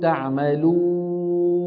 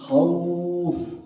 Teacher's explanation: الفرق بينهم أن الواو المدية قبلها حركة من جنسها · Shown in: first take